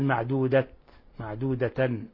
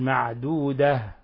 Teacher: لما نقف على التاء المربوطة نقف عليها بالهاء · Shown in: second take · معدودة، ولا نقول معدودة معدودة، وإنما نقول معدودة.